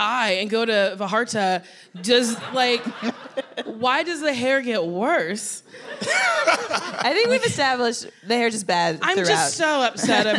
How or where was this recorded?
live audience